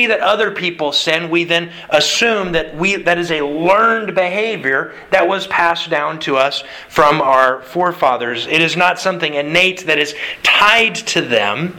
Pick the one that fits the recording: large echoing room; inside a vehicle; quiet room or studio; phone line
large echoing room